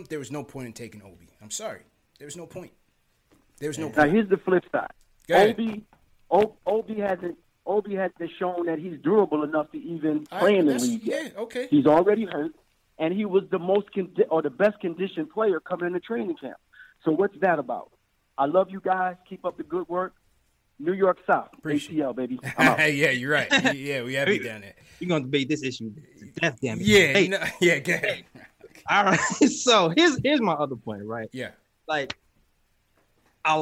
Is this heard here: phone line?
yes